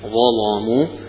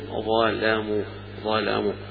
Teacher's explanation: الضاء مفخمة فخم اللام معها كأنه إتباع في التفخيم · Shown in: first take · Term: يغلظها